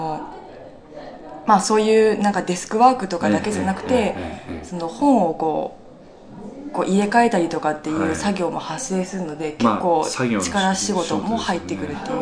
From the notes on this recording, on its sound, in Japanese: 第32回公演「ミスター・ムーンライト」の客演の方々との飲み会時に収録させていただきました録音です。